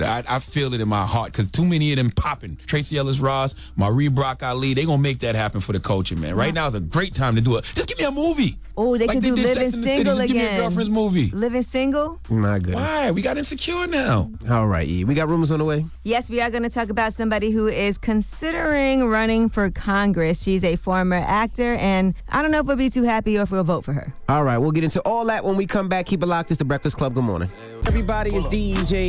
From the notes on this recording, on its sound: Today on the show we opened up the phone lines